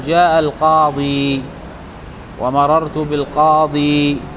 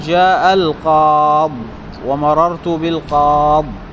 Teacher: فالأفصح في الرفع والجر الوقف عليه بإثبات الياء · Shown in: first take